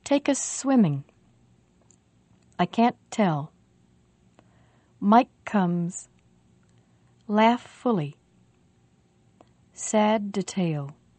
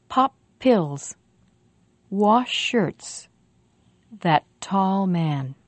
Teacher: We make the sound only once, but we hold it for a longer time. · Term: linking